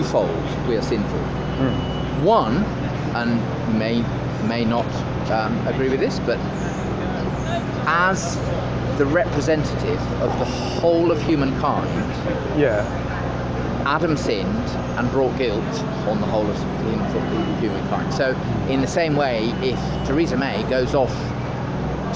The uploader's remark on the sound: London, England. On the streets of London.